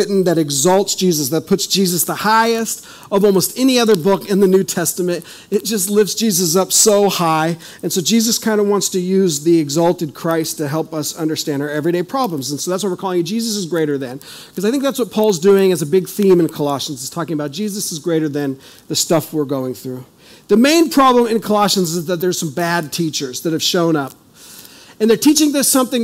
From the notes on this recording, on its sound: This is audio ripped from the Live Service video.